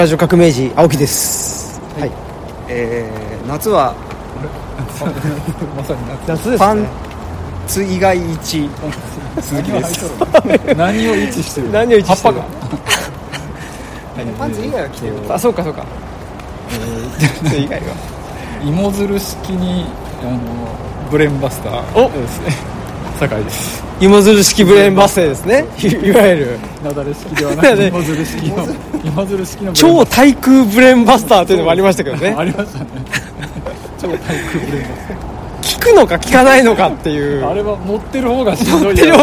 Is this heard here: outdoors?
yes